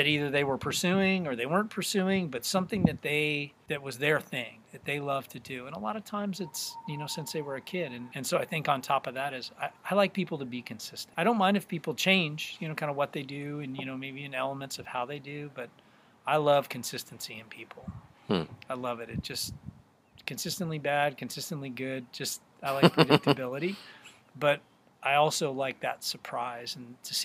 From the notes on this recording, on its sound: This episode was recorded in Humboldt County during the Social DIstancing Mandate in March 2020. We did meet outside but stayed 6 foot from each other at all times.